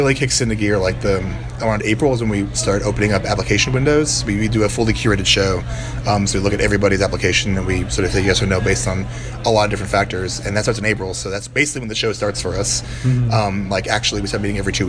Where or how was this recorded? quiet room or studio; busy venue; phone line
busy venue